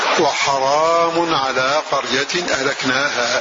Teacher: وقرأ الباقون بفتح الراء فتح الحاء فتح الراء وألف بعدها